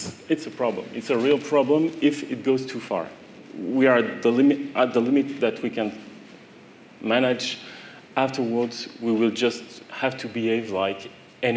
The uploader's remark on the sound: In a panel session at Citywire Luxembourg 2018